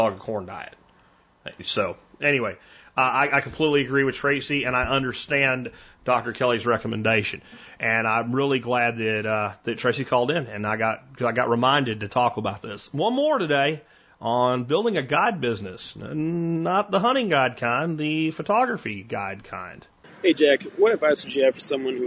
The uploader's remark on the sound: Today on The Survival Podcast I take your phone calls